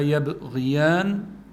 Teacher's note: يبغيان فيها الباء الساكنة مقلقلة